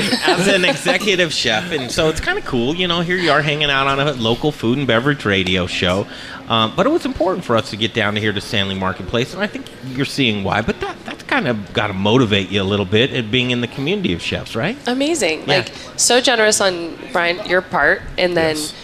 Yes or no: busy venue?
yes